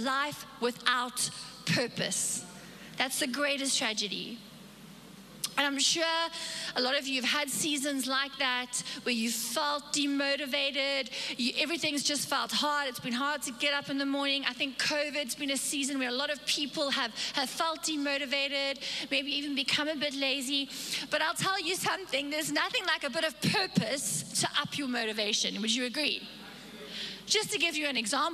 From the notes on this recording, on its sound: Recorded live on Sunday the 3rd April 2022